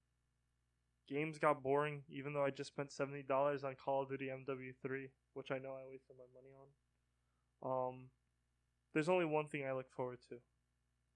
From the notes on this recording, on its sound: Warning this audio is bad.